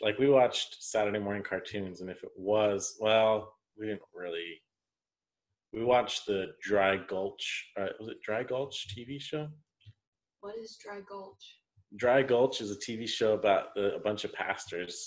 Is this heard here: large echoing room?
no